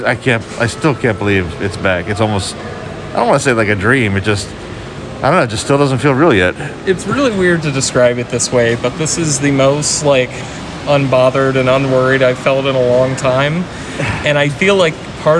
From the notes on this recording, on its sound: Record their walk throughs. HHN30 Opening Night Instant Reaction!